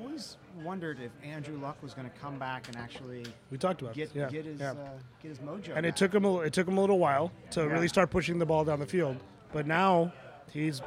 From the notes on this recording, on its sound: Recording at World Famous Paul & Eddie’s Monte Vista Inn in Cupertino, California.